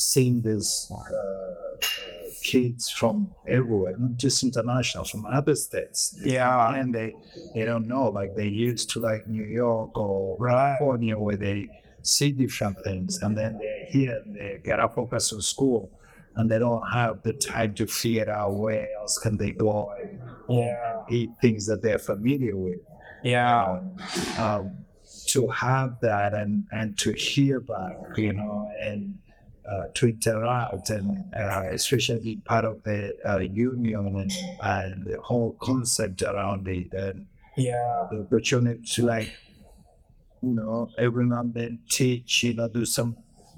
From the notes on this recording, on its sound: recorded downtown at Kafé Mamai